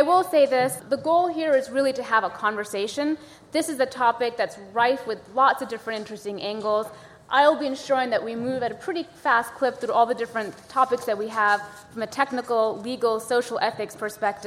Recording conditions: live audience